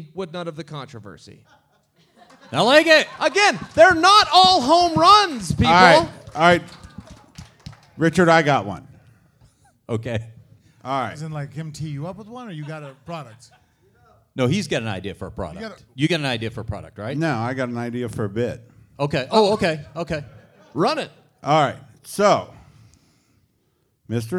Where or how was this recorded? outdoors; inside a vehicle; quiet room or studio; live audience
live audience